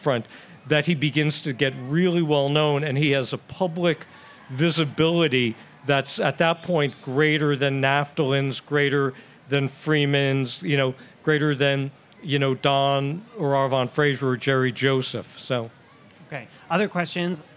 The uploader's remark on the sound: Forum at the Fair. A special Westminster Town Hall Forum recorded at the Minnesota State Fair. The program was recorded in front of a live audience at the Minnesota State Fair.